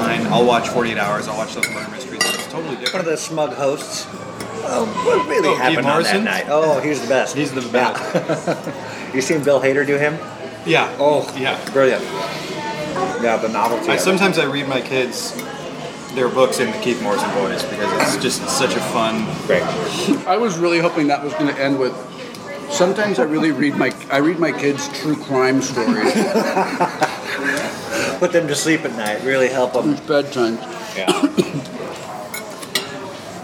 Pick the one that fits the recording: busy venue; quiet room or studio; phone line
busy venue